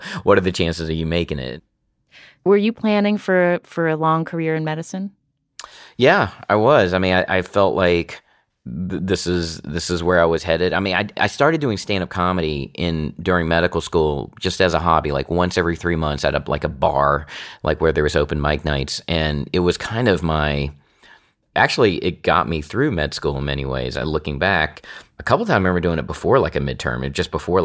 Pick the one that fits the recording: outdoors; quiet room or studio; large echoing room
quiet room or studio